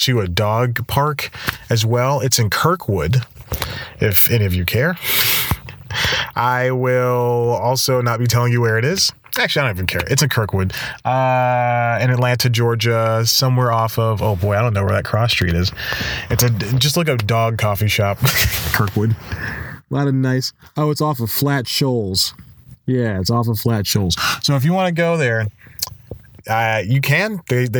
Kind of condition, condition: setting, inside a vehicle